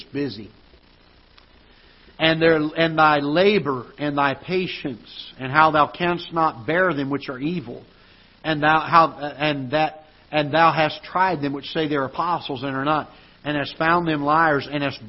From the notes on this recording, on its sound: Ketha Heights Baptist Church ~ Live Broadcast.